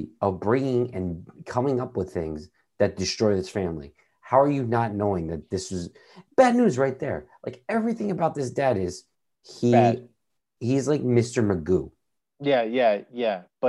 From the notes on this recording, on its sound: We recorded this on November 23rd, 2020, on Zoom so there are some small sound discrepancies